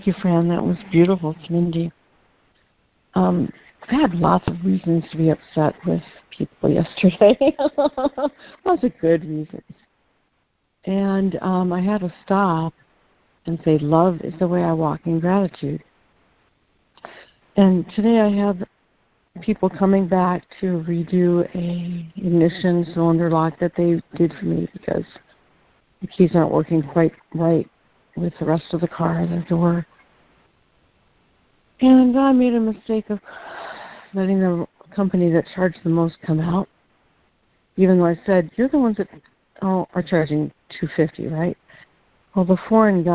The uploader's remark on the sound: ACIM Daily Conference Call.